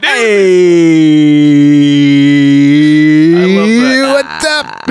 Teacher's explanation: That's a big vocal fry you got on that one, dude.